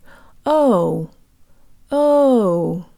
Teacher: In English, the letter O closes to an U sound. O, o. But Russian does the opposite.